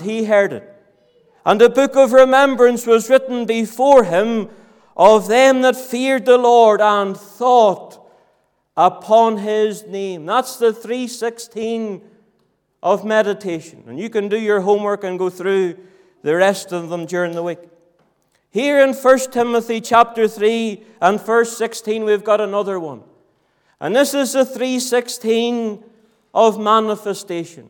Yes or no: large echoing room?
yes